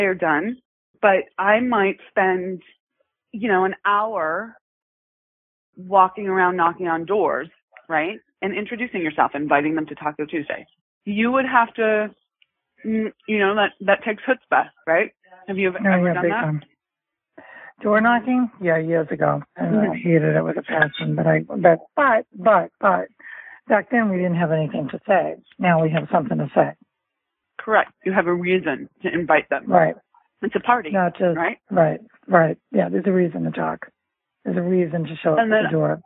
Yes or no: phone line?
yes